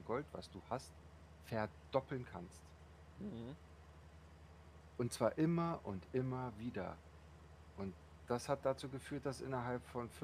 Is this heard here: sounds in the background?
yes